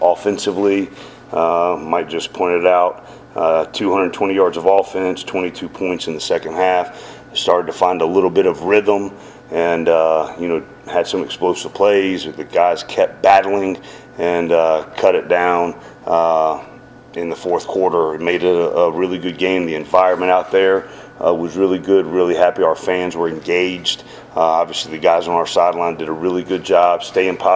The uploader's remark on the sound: postgame press conference